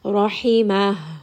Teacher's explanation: Ha is going to be from the middle of the throat. And the second ha is going to be closer to the chest. It is from the lower throat.